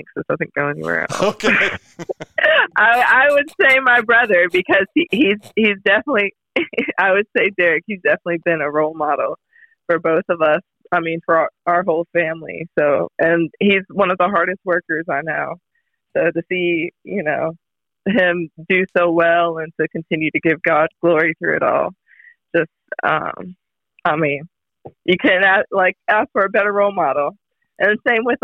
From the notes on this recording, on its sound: Join us live in the studio and on the phone from Dallas.